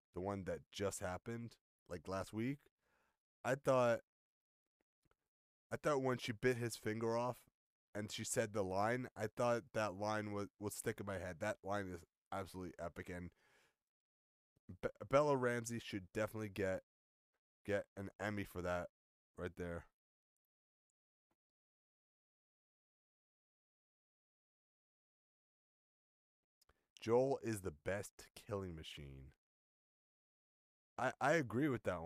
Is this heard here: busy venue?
no